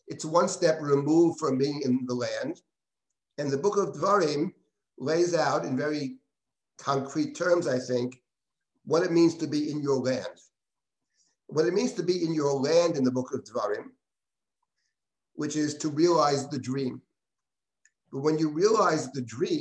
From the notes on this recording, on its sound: This audio was originally captured from Zoom as part of Drisha's Yom Iyyun on Food Ethics.